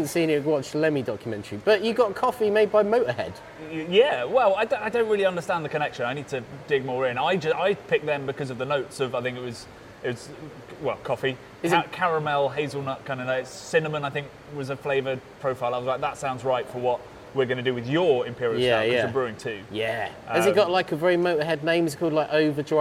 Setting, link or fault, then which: setting, busy venue